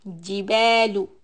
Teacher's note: Letter G, middle part of the tongue.